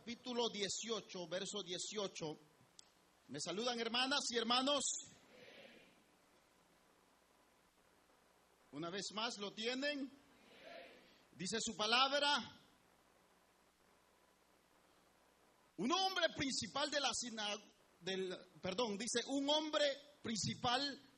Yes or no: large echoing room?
yes